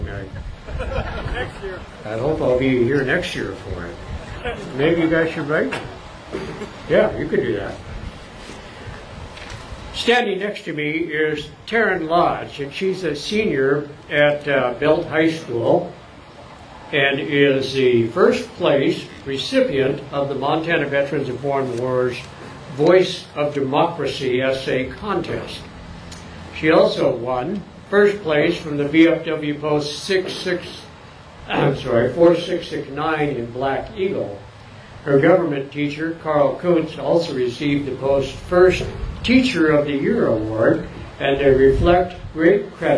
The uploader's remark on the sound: Members of the Montana Veterans Memorial Association held the Memorial Day Ceremony on 2 p.m. Youth assigned to local Boy Scout troops lead the participants and audience in the "Pledge of Allegiance."